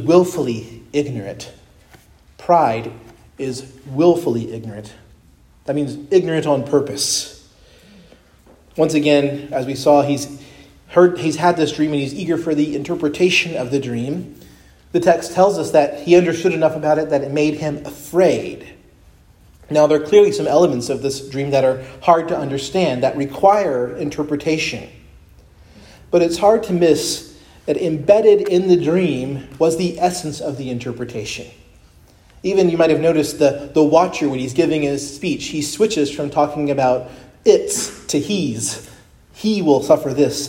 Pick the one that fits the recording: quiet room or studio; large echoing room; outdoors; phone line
large echoing room